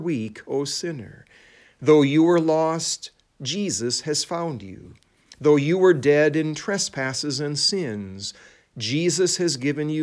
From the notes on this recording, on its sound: It was preached at Saint John Lutheran Church in Sycamore, Illinois